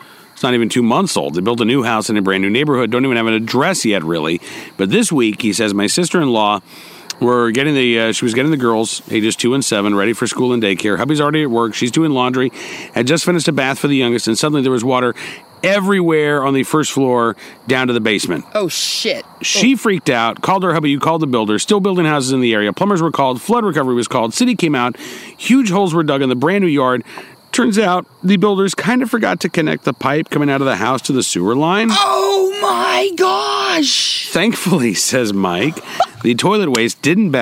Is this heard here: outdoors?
yes